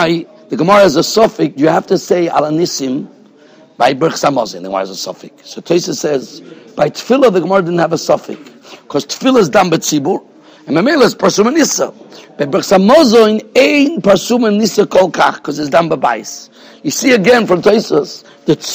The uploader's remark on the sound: Shiur recorded in Yeshivas Ohr Reuven, Monsey, NY